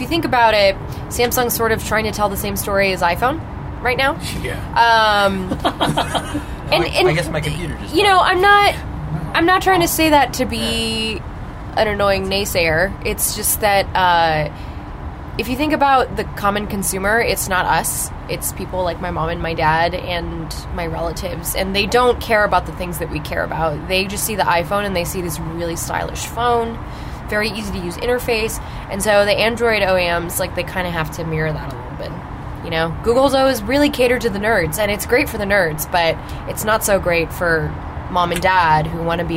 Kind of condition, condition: fault, sounds in the background